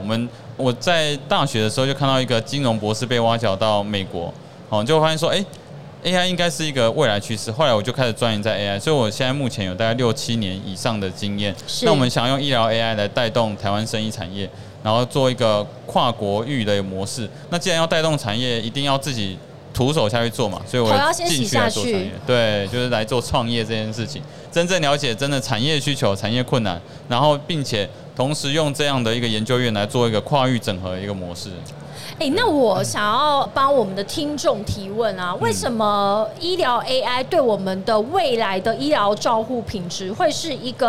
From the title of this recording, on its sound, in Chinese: 2022 Medical Taiwan台灣國際醫療暨健康照護展 -Live Podcast